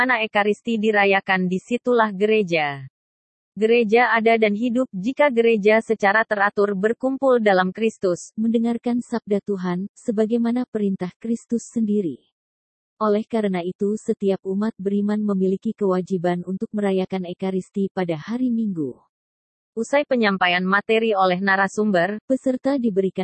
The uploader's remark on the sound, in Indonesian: digelar dengan media Zoom dan disiarkan secara langsung melalui kanal YouTube Pusat Pastoral Keuskupan Banjarmasin